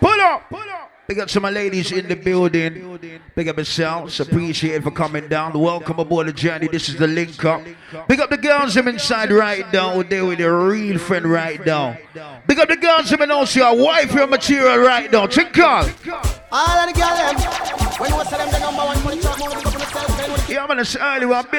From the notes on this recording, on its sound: Live Audio from The Link Up Recorded on Friday 25th March 2022